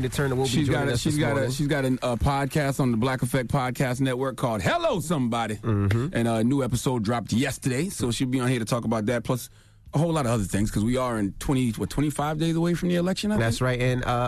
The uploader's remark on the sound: Well we opened up the phone lines to see what our listeners thought.